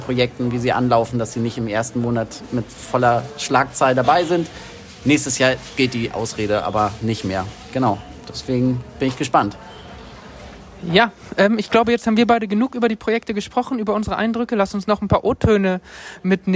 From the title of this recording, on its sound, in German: vor Ort: TURN-Tagung 2022 in Kiel